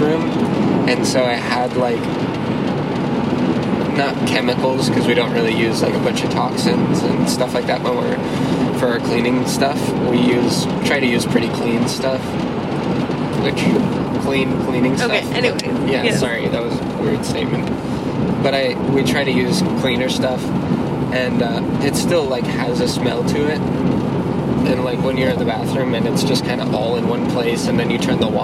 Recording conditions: background noise